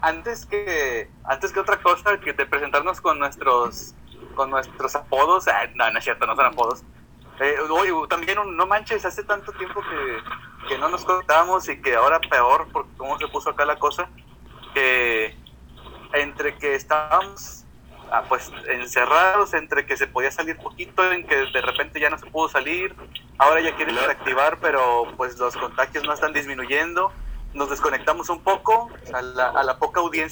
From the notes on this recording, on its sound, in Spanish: Disculpen la calidad del audio, somos pobres y de familia numerosa.